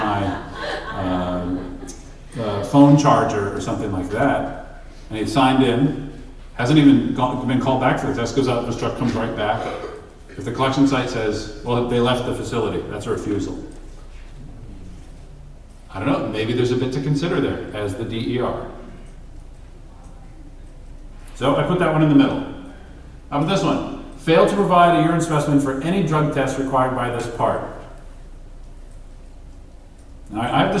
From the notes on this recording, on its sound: Today, we are at the 13th Annual FTA Drug and Alcohol National Conference.